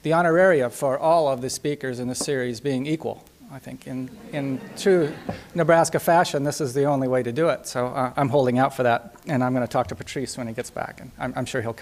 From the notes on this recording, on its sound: Nebraska Colloquium lecture. University of Nebraska-Lincoln.